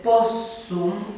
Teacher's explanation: Se asimilează consoanele și se ajunge la forma possum.